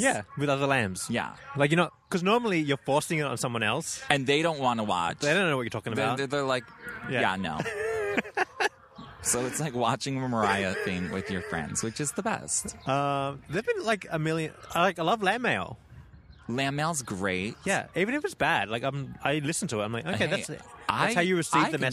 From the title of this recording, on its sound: Live from Central Park NYC